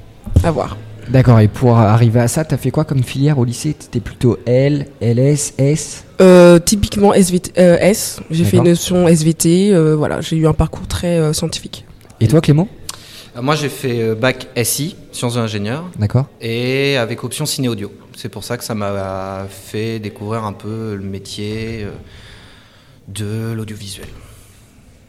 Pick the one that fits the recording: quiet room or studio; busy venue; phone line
busy venue